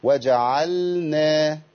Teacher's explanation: خد بالك مش وجعلنا اللام هنا لام الفعل لازم تظهر